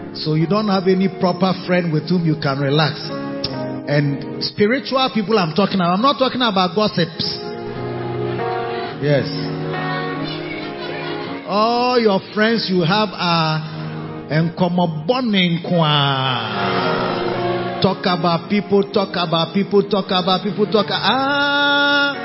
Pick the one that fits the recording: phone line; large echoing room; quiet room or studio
large echoing room